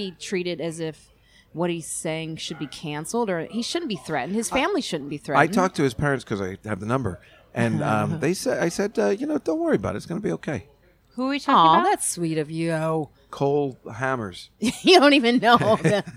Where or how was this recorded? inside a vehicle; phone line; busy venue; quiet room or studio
busy venue